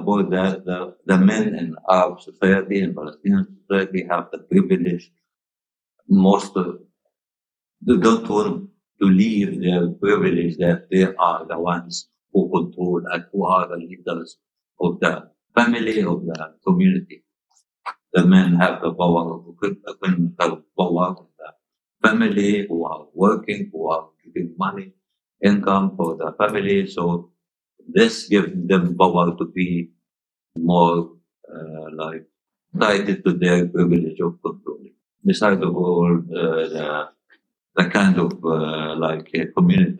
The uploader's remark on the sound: We also apologise for some of the sound quality during the interview, which is not great for a few different reasons.